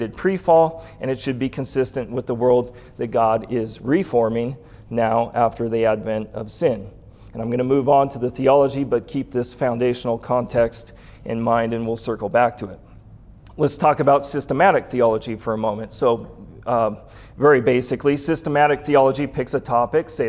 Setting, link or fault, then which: setting, live audience